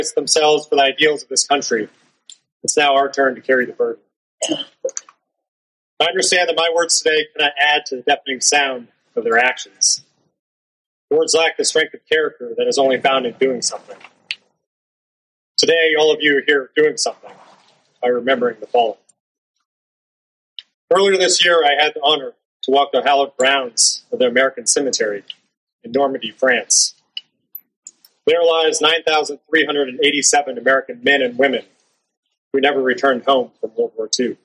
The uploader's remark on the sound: It's a speech I gave for Memorial Day. The audio quality isn't great.